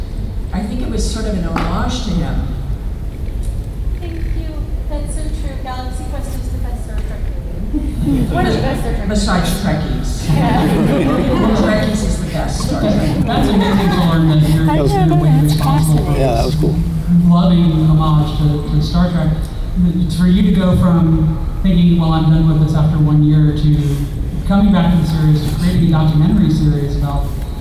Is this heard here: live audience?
yes